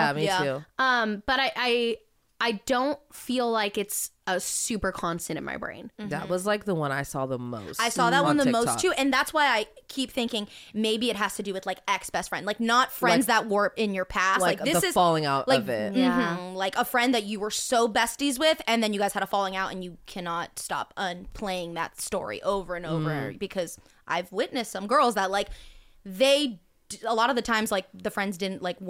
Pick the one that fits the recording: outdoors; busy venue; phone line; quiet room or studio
quiet room or studio